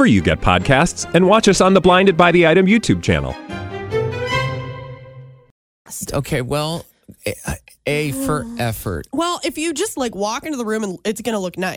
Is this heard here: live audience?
no